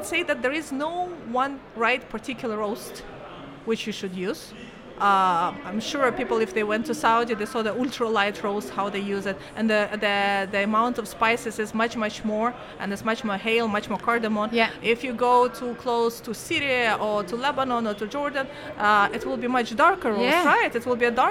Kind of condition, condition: setting, busy venue